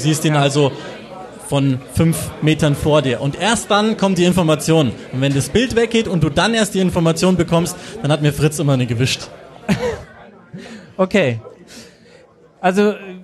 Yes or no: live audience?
yes